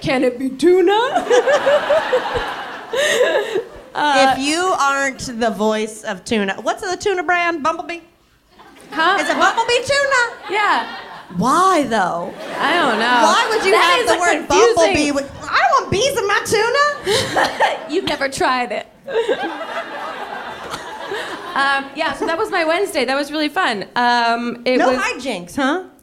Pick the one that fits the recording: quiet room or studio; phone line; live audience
live audience